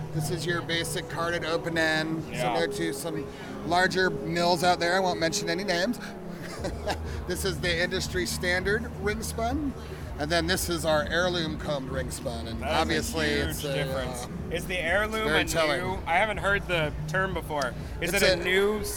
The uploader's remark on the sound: Live from ISS in Long Beach! Recorded Live at ISS 2018 in Long Beach CA.